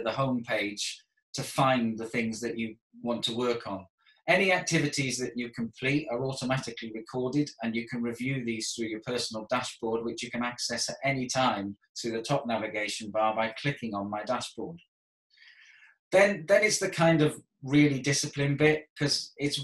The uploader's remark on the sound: This video was recorded over Zoom during the lockdown for Coronavirus in May 2020.